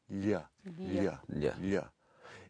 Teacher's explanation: it's almost like pronouncing your L, but with the top of your tongue, not the tip of your tongue. So you're going lya, lya, lya, lya. · Term: lya sound